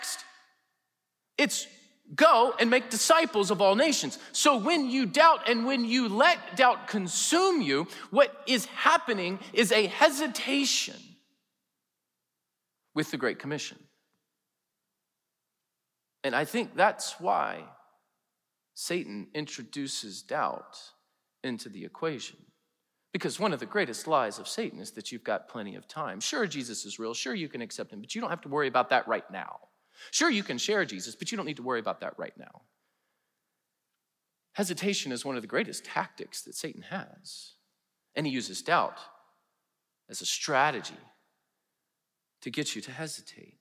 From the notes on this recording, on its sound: preached in #SWBTSChapel on November 3, 2022